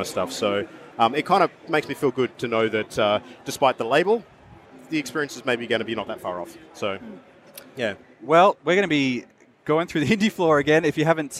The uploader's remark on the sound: A collaborative episode recorded live on the PAX Australia convention floor.